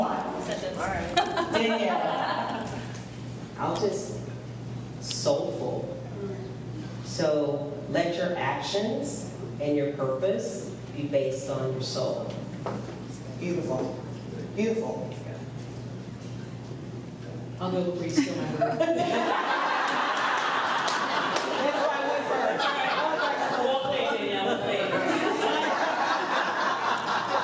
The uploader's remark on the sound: Complete with an enthusiastic LIVE audience from the Lincoln Experience at The Star at Dallas Cowboys World Headquarters.